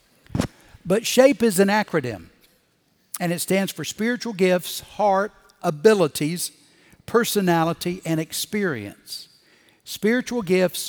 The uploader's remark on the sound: Recorded Live at Brookwood Church